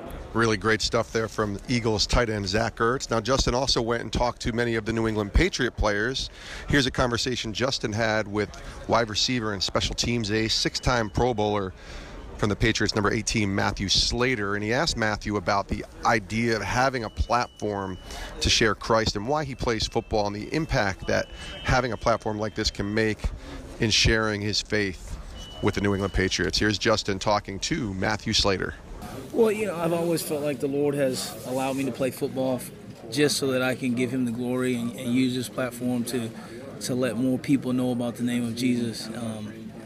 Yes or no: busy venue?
yes